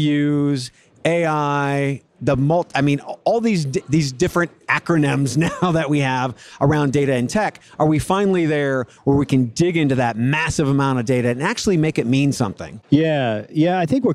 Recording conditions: live audience